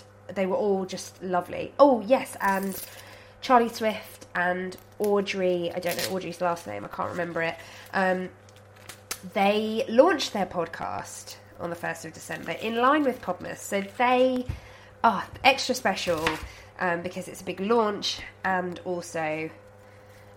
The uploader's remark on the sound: Today I'm recording while cooking, and pausing to sneeze. I sound like death, because I am STILL full of cold so apologies for that.